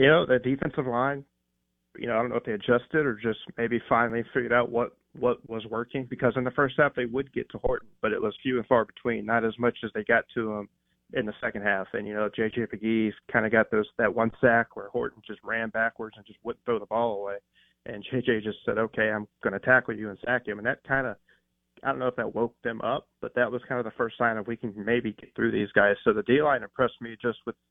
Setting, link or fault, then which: link, phone line